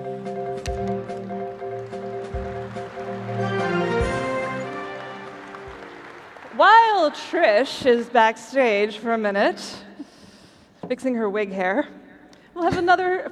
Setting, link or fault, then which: setting, busy venue